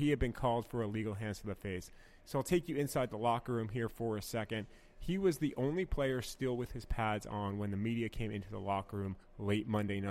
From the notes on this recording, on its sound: Live from Regents Field in Ann Arbor, Michigan.